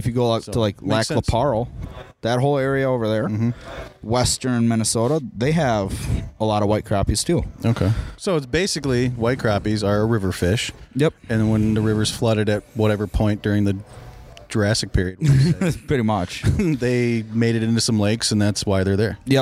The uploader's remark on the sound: On location at Gander Outdoors. During the "First Ice' event.